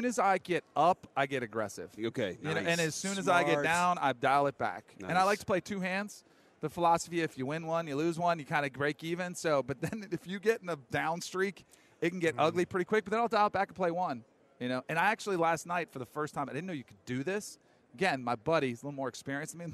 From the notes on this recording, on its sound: LIVE at Radio Row in Las Vegas!